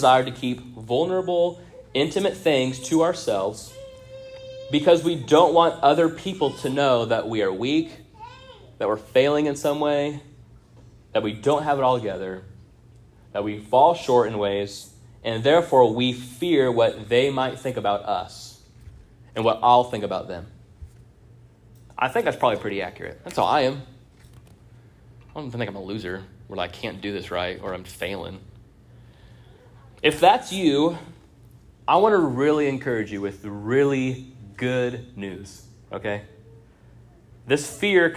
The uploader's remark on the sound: This sermon was first preached on 05-07-23 at Union Baptist Church in Orrick, MO.